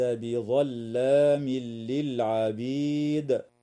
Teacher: وتنتهي الآية بإجماع القراء عند كلمة للعبيد، والوقف عليها من قبيل الوقف التام مع وجوب قلقلة الدال وقفا · ويدغم التنوين في اللام من غير غنة في قوله تعالى: ليس بظلام للعبيد.